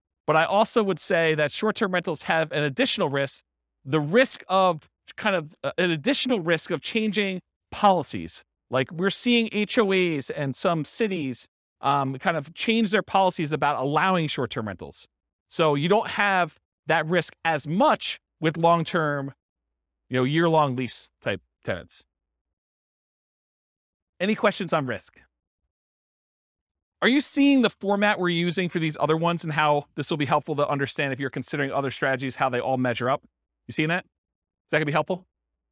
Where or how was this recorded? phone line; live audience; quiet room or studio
live audience